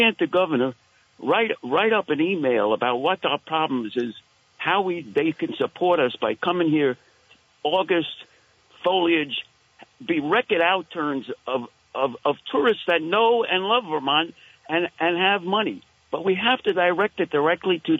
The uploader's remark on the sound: Closes out the week with some open phones.